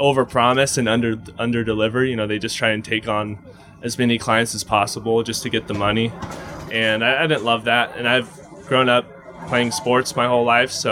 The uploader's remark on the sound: recorded live on the main stage of the 10th annual Spring Valley Tailgate and BBQ Fest